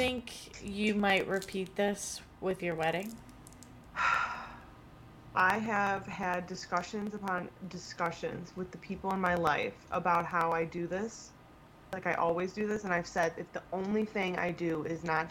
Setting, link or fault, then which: fault, sounds in the background